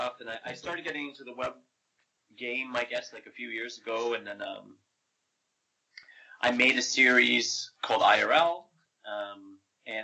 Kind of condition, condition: fault, poor sound quality